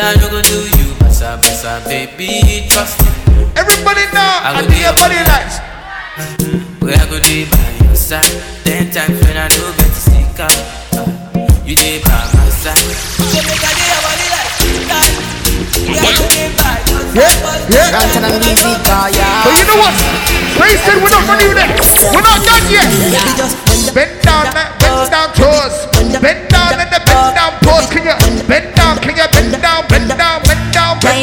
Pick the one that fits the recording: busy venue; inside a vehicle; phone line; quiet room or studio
busy venue